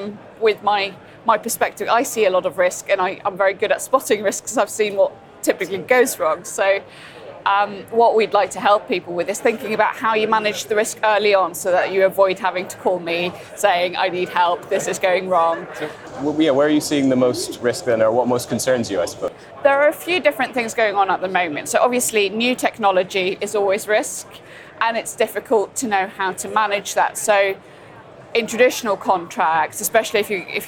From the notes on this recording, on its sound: From the show floor at the Offshore Europe Conference.